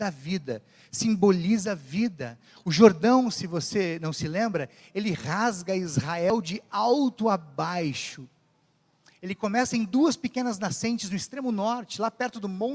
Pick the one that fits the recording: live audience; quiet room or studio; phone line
live audience